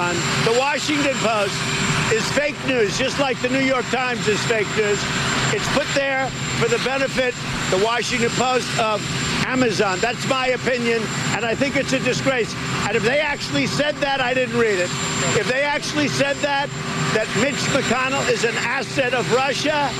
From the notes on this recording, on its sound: live from the New York Stock Exchange